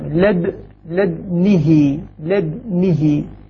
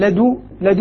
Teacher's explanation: فيقول من لد لد، لاحظ عند سكون الدال مع الإشمام، لد لد نهي لد نهي، هكذا سكن الدال مشمة مع كسر النون والهاء · Shown in: first take